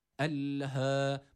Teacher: İkincisi hemen ardından gelen H harfi, mide boşluğundan gelen H harfi var. Bir elif miktarı uzatıyoruz.